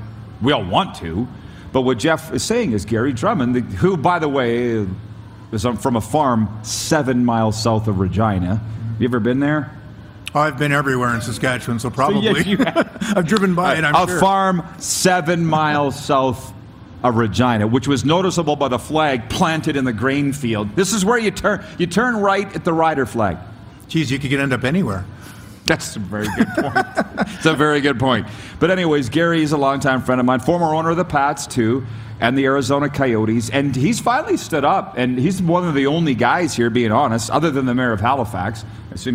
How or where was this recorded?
busy venue